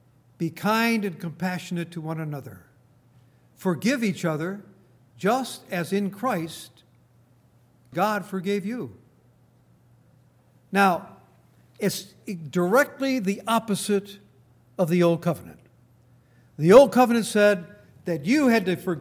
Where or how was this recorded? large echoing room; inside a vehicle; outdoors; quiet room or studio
large echoing room